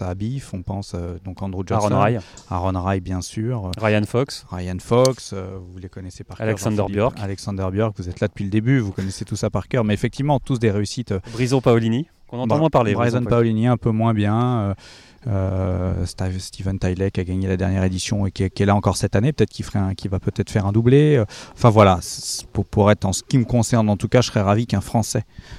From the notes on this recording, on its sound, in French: direction le Vaudreuil Golf Challenge pour une émission en direct du golf normand